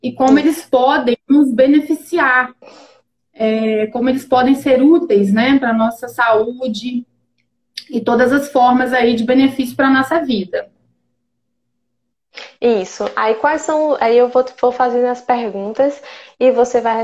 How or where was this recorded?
video call